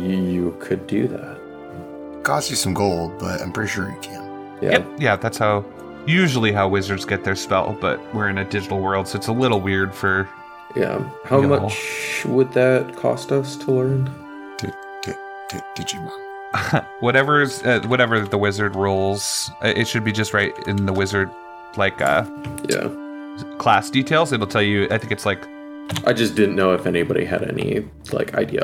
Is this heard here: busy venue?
no